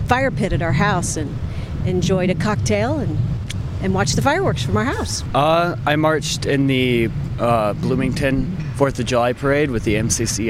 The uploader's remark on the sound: Voices in the Street. Tuesday’s 4th of July holiday boasted splendid weather and the opportunity to watch Bloomington’s annual downtown parade.